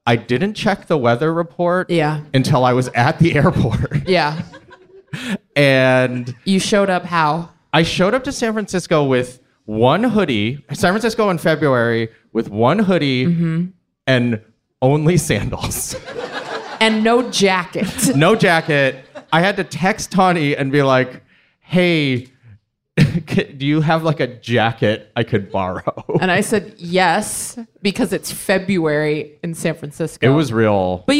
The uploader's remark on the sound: Live from SF Sketchfest. Live from San Francisco Sketchfest!